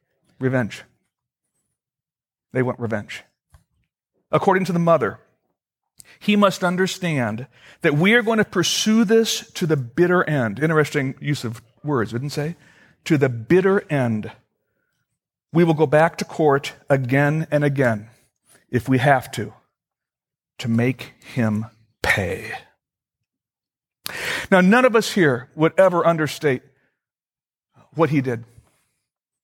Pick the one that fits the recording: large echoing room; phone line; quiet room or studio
large echoing room